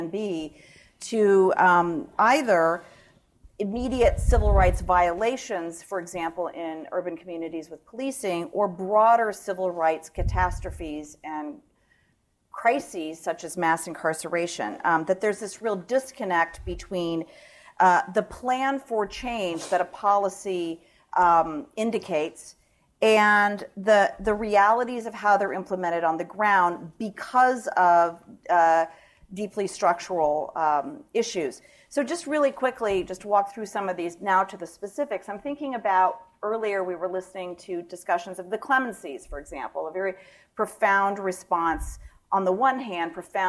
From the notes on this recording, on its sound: The Ash Center for Democratic Governance hosted a conference titled Race and Justice in the Age of Obama. This podcast is a recording of the panel.